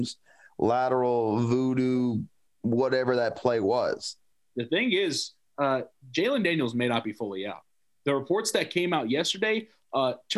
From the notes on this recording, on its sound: This is our first podcast via Zoom.